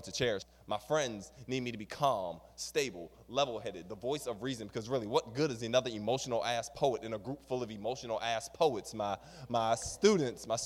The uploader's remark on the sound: On our April 6th 2019 live show. Open mic performance.